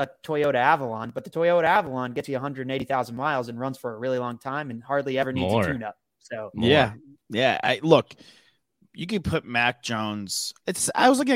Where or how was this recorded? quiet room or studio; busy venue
quiet room or studio